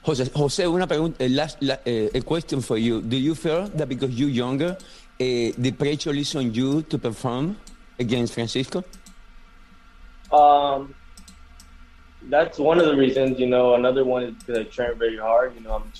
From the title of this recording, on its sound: VIRTUAL PRESS CONFERENCE